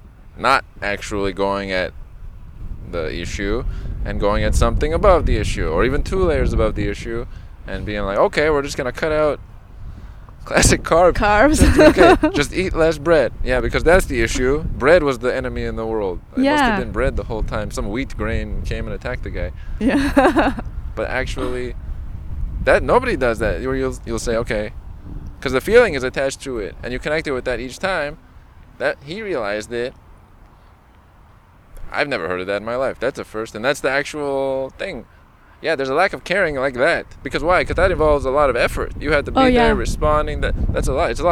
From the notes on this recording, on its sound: This episode was recorded at Pan Pacific Park in West Hollywood.